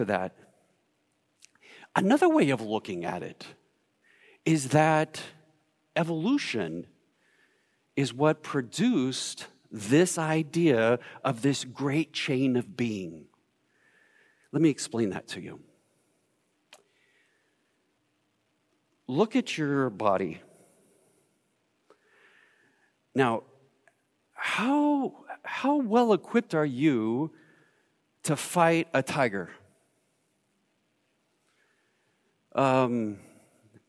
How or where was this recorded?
large echoing room